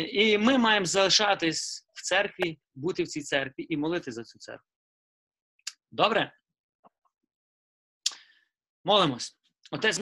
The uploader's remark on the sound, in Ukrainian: Zoom зустріч